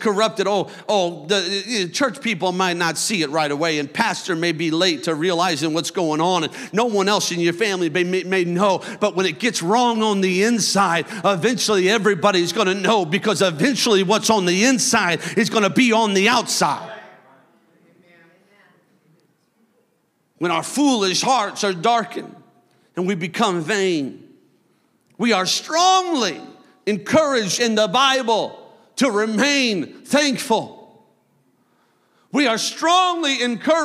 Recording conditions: large echoing room